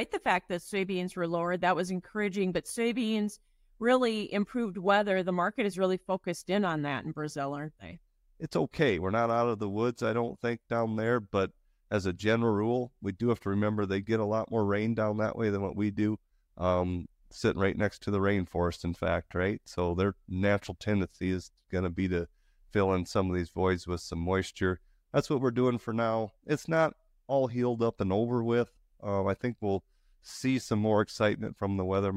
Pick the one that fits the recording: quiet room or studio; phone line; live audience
quiet room or studio